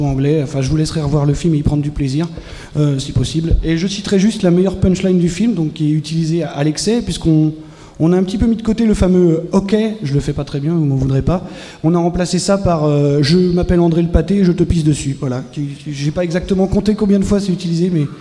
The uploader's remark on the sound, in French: Premier épisode live enregistré le 21 avril 2019 au festival Podrennes !